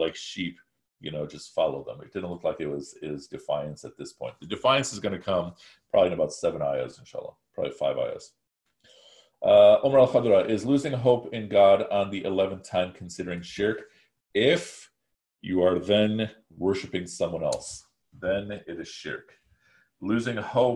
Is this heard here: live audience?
no